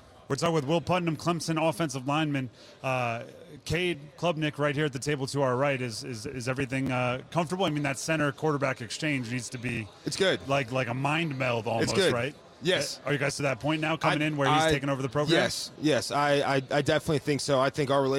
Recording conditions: busy venue